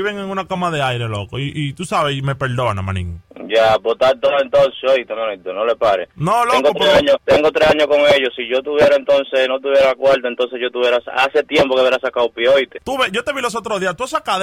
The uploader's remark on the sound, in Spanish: Broma telefonica